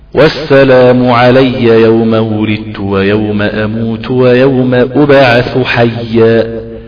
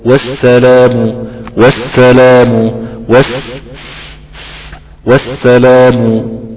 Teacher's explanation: فانتبه على هذا الموضوع لان صفة الصين اصلا صفة السين شوية ضعيفة. فعشان تبين فيها الصفير لازم تقويها انت نوعا